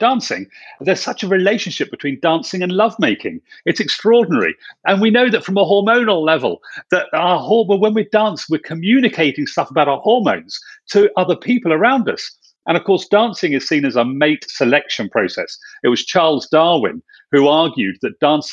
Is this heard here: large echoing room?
no